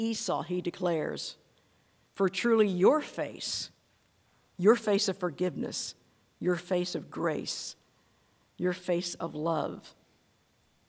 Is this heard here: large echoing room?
yes